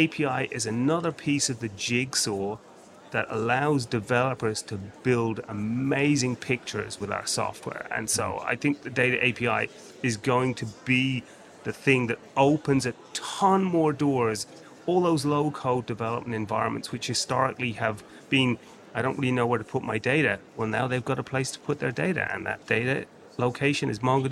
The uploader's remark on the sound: The latest .Local was held on November 9th, 2021 at Evolution, London. Recorded live at the event.